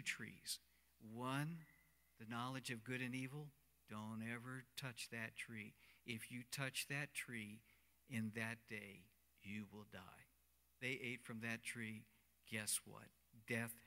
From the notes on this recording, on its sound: Cornerstone Fellowship Sunday morning service, streamed live on Nov 15, 2020